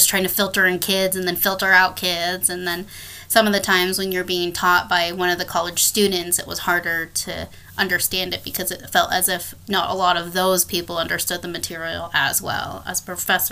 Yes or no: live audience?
no